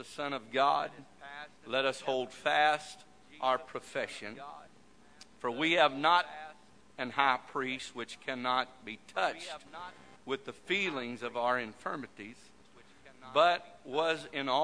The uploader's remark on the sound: This message broadcast live from First Pentecostal Chuch of Silsbee Texas.